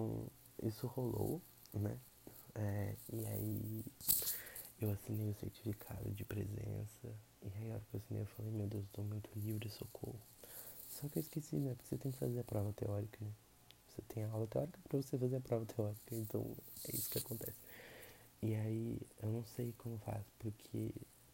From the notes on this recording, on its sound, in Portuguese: Gostaria de pedir desculpas pelos ruídos pelo simples fato de que não aprendi a como editar corretamente e nem qual melhor microfone para ser usado.